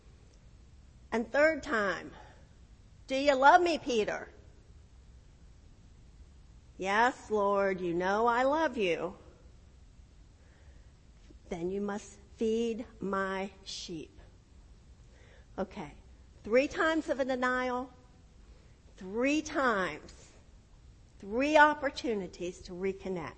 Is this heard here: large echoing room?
yes